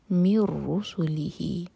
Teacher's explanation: یج تبی، بی دو حرکہ لمبا، مر رسولی، من کا جو نون ہے اس کو نہیں پڑھیں گے، مین کو سیدھا رو سے کنیکٹ کریں گے. اس کو کہتے ہیں ادغام بغیر غنہ کے.